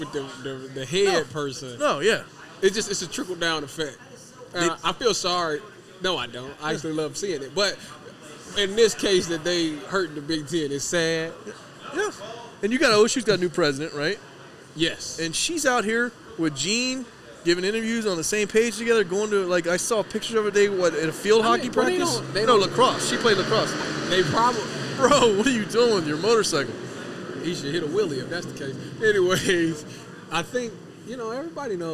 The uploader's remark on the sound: a live Friday night recording from the Lane and High location of Buffalo Wild Wings, the official sports bar of Eleven Warriors